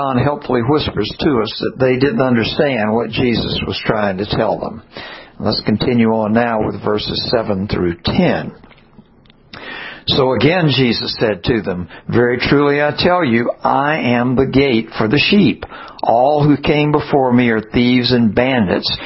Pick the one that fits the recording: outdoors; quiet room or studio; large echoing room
large echoing room